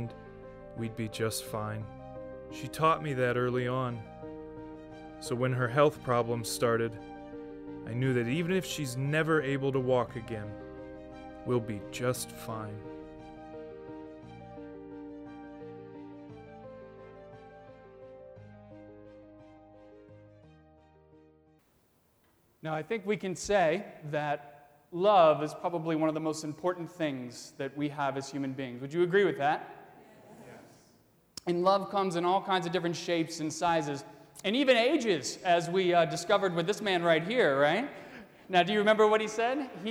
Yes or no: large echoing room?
yes